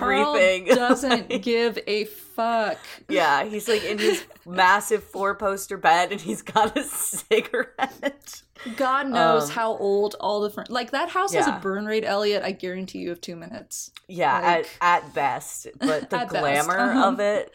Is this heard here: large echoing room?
no